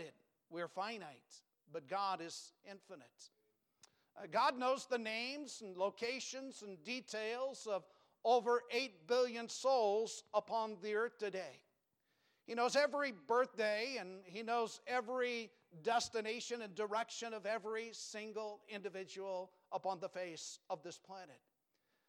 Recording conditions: large echoing room